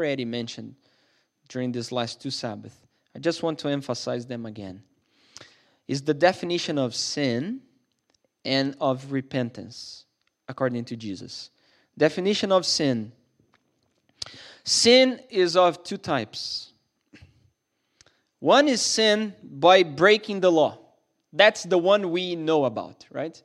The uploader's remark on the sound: This sermon was recorded at Middle East University Church.